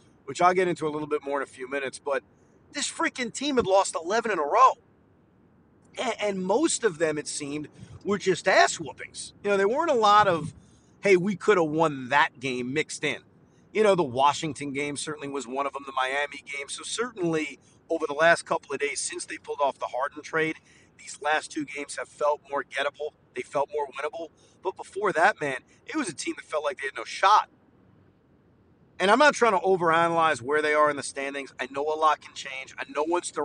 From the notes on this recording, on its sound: While driving home from Barclays Center.